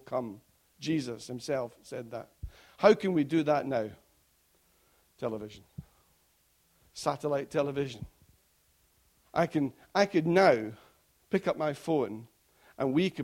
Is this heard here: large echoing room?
yes